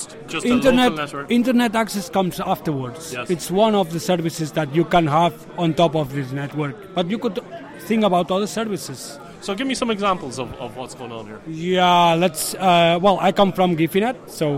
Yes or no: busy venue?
yes